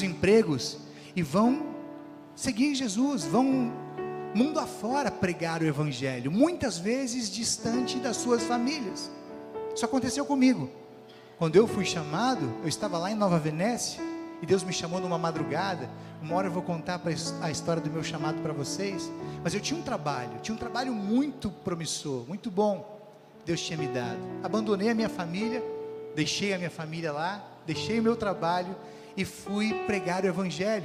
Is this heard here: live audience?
yes